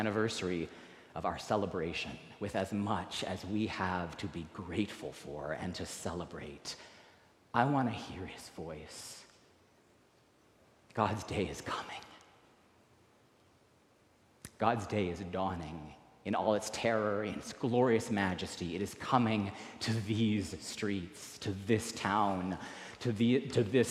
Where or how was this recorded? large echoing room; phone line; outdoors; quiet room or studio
large echoing room